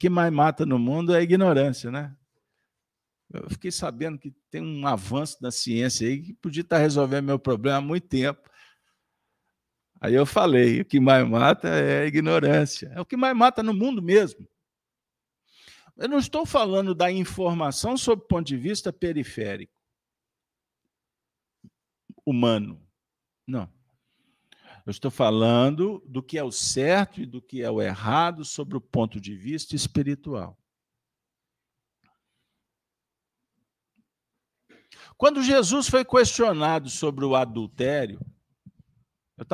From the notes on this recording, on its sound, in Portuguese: Reunião Pública realizada na Fraternidade de Estudos Espírita Allan Kardec com público presencial, transmitida pelos Canais GÊNESETV e RAETV.